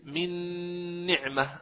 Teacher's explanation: هي الغنة يعني التي للنون الأولى كلها تختفي، تذهب أصلا داخل النون الثانية، أما الغنة التي نسمعها عند نطقنا من نعمة هي حقيقة غنة النون الثانية، غنة النون الثانية، أما النون الأولى فكلها أدغمت في النون الثانية. · Term: إدغام كامل بغنة